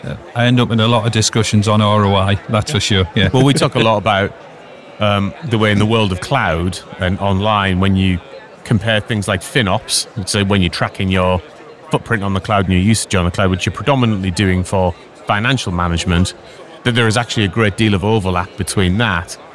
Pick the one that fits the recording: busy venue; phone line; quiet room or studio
busy venue